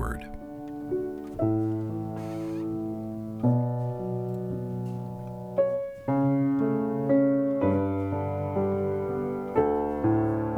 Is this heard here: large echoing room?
yes